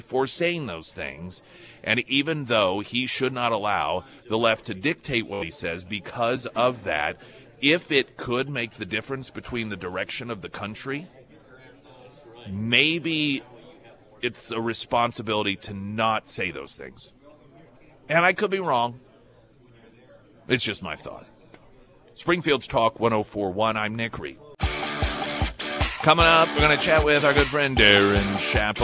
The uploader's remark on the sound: Live at Scramblers Diner.